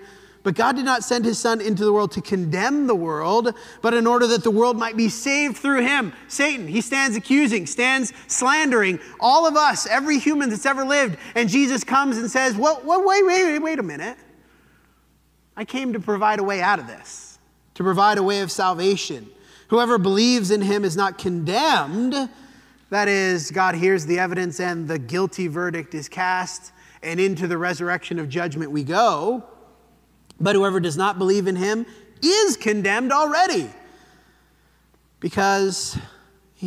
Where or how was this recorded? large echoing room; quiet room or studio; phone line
large echoing room